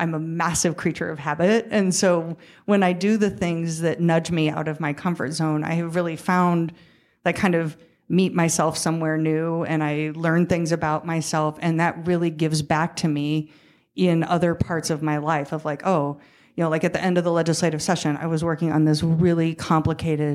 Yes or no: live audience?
yes